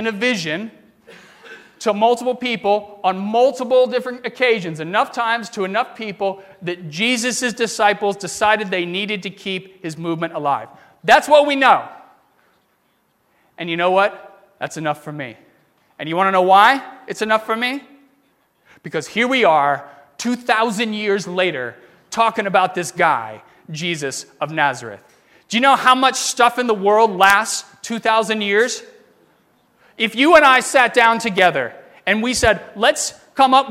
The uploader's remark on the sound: During the 8:30 AM service on Sunday September 10, 2017, at First Presbyterian Church of Arlington Heights, Illinois.